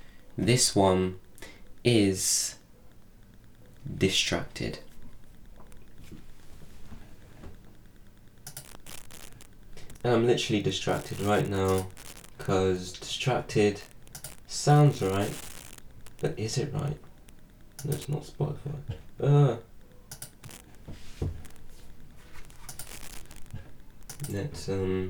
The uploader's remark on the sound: Sorry about the scratching noises. I think i need to clear up some space on my computer to help my DAW work better.